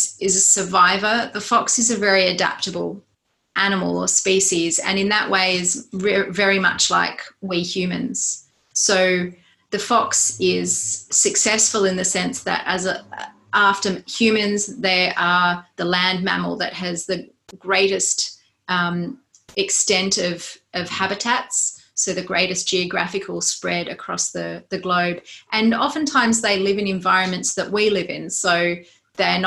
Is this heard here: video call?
yes